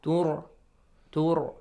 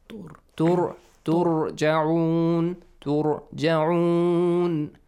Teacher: the letter Ra has to be pronounced heavily since it has a Dhamma sound before